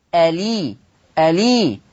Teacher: شلت الهمزة وحطيت الكسرة على اللام · Term: النقل